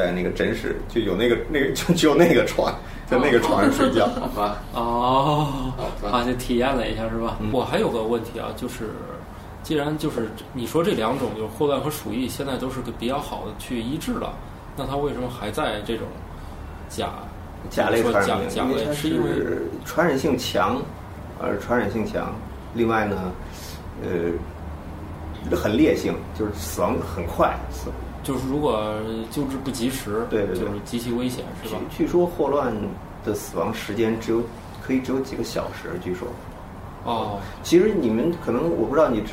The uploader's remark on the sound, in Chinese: 本期节目为在张大妈办公区用录音笔录制，可能有街道上的杂音，请见谅。